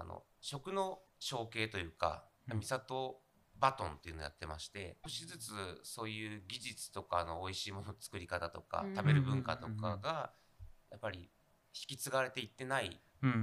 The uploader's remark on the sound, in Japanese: はじめてのオフライン収録につき、音声が小さめです。ごめんなさい！！